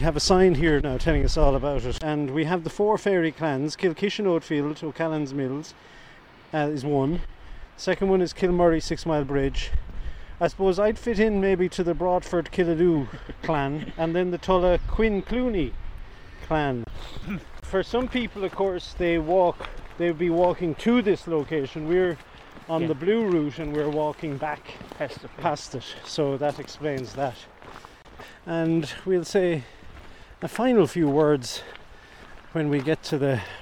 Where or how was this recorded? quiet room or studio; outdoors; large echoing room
outdoors